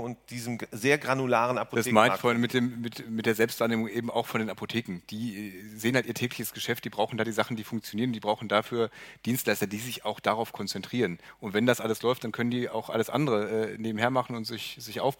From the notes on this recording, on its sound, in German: Senden live von der VISION.A-Bühne in Berlin.